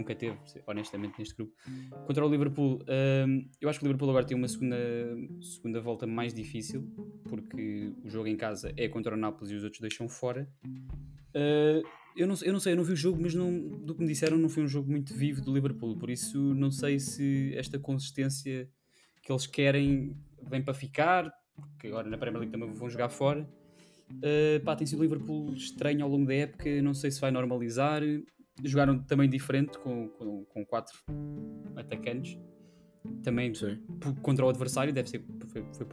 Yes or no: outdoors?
no